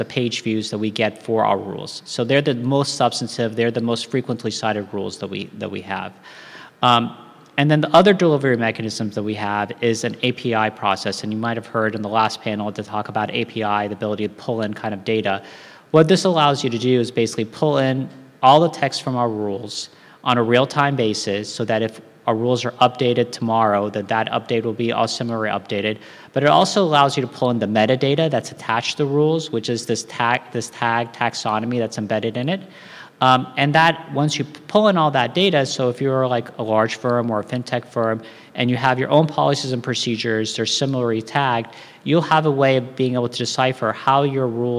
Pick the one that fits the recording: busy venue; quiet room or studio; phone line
busy venue